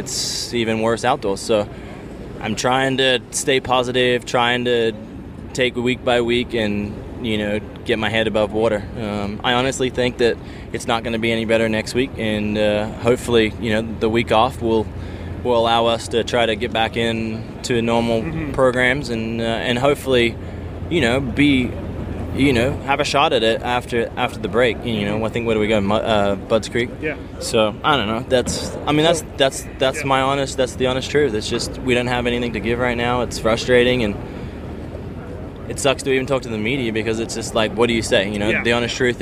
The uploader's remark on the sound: Muddy Creek 2013 Post-Race Interviews